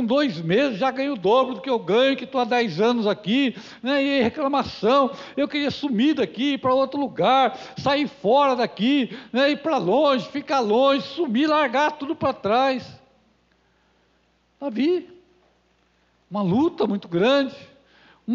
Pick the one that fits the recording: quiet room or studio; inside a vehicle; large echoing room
large echoing room